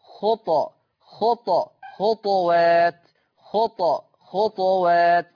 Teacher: وأنتم كما تعلمون حال إسكان الطاء يترتب على هذا السكون قلقلة حرف الطاء، إذن يقرأ ورش عن الإمام نافع بإسكان الطاء مع مراعاة صفة القلقلة